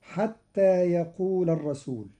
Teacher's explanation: قرأ قالون كلمة يقول برفع اللام